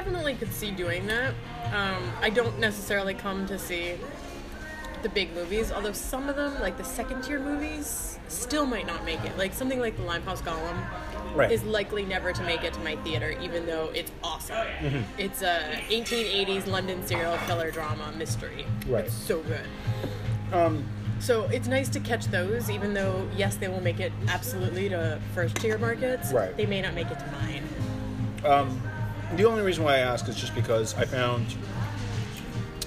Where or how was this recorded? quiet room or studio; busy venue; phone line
busy venue